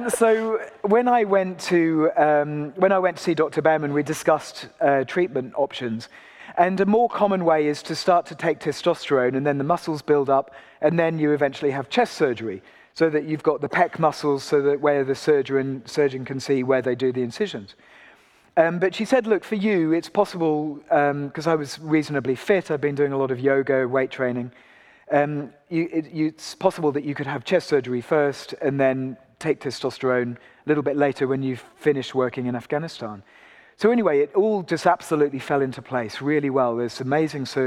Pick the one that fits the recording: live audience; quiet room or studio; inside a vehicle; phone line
live audience